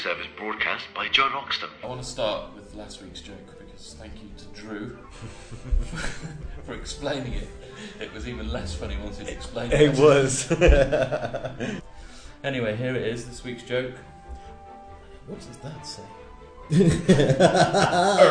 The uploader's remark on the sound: Apologies for the sound quality in this one.